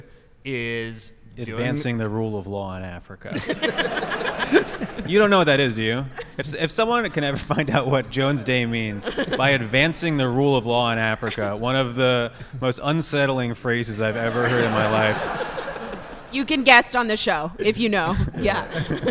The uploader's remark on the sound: Recorded live at Harvard Law School's Corporate Capture of the Legal System conference.